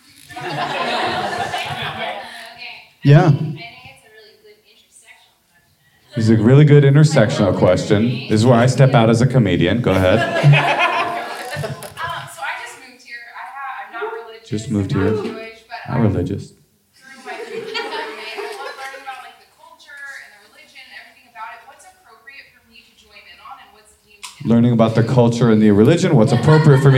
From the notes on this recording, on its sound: Recorded live at IKAR in Los Angeles.